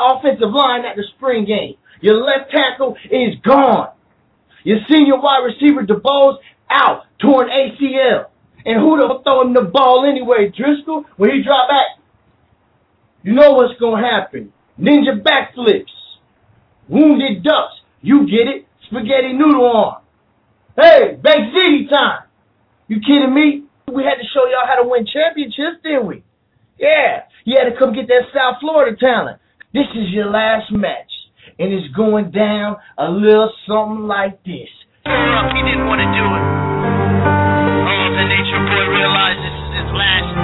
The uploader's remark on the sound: call in show with CaneSport subscribers, live guests and Canes fans throughout the world